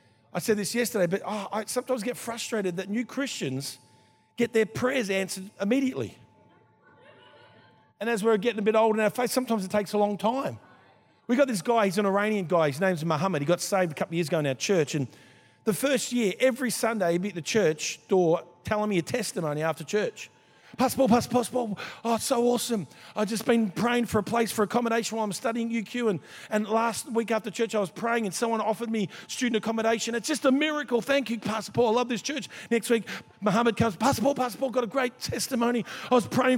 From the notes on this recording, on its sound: This was recorded in our 5pm service